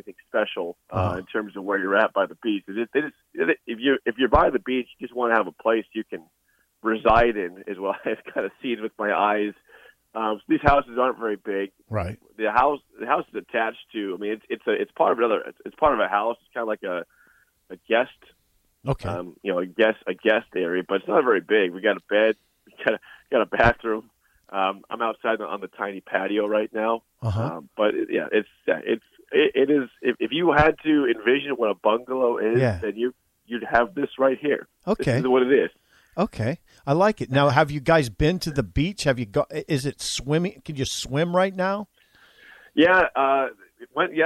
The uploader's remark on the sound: Calls in Live from Miami. Live from Florida.